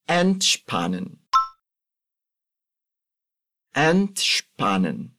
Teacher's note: o som do A aqui é bem aberto, sem nasalizar